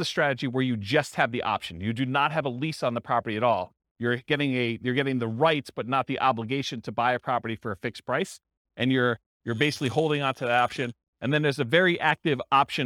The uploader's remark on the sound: This was a live class recorded.